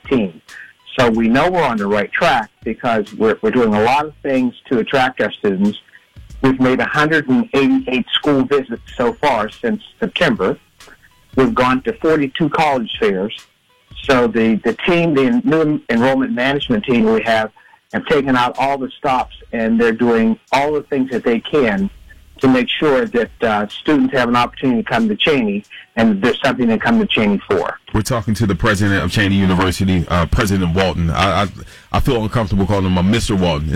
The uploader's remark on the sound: Called in to share the good news.